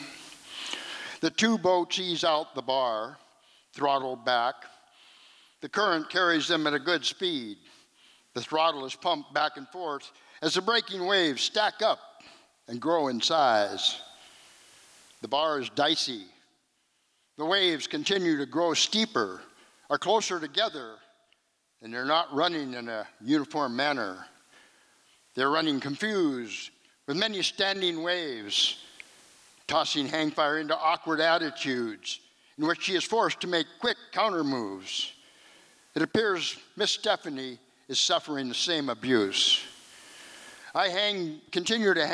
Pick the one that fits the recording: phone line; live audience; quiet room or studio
live audience